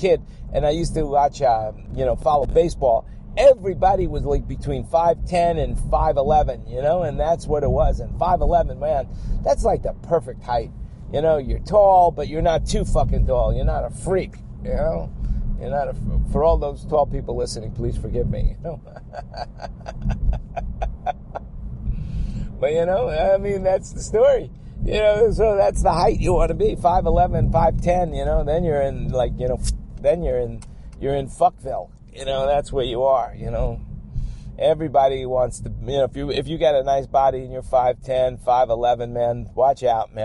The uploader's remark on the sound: While driving in my car from where I am to where I am going or wherever I happen to be when inspiration hits me to record another podcast.